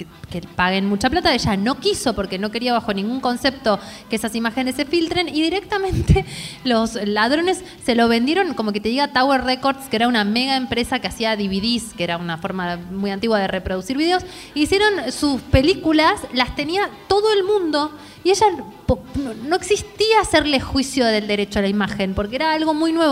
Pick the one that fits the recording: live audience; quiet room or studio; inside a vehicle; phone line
live audience